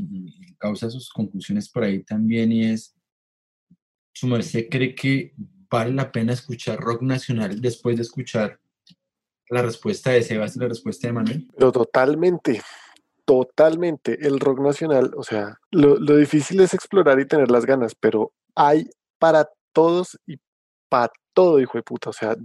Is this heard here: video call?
yes